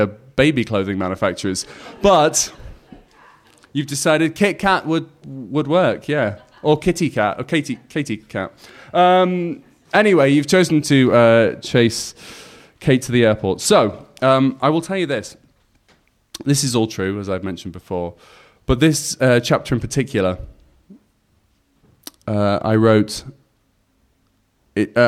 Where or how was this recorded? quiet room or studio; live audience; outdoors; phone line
live audience